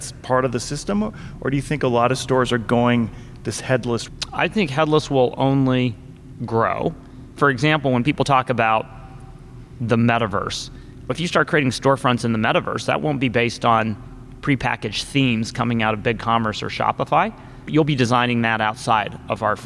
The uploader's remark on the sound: Live from ShopTalk